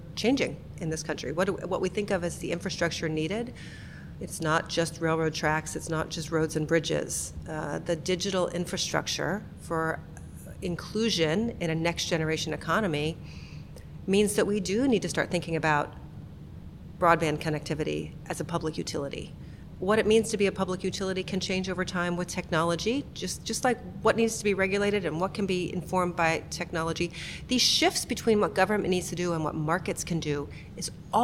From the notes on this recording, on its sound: joins me from the Global Inclusive Growth Summit in Washington, DC